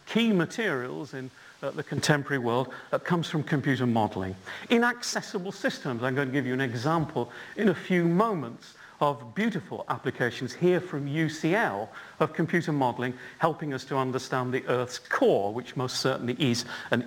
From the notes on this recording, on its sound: UCL Lunch Hour Lecture